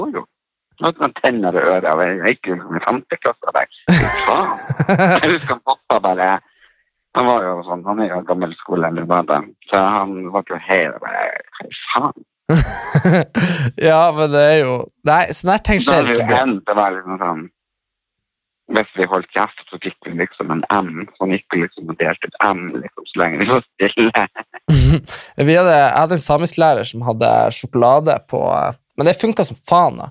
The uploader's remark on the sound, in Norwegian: Denne episoden er spilt inn over telefon